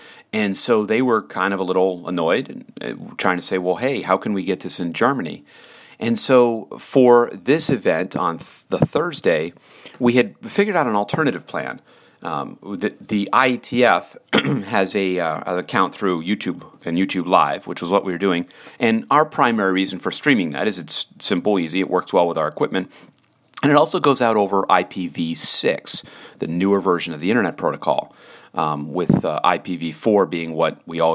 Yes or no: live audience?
no